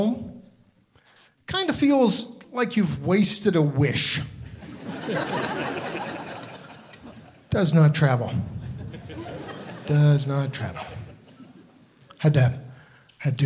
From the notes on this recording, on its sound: From the Big Sound Comedy Festival in Parry Sound.